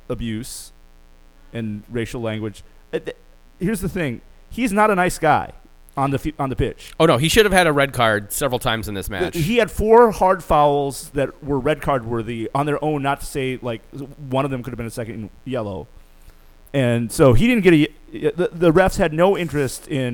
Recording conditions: hum or buzz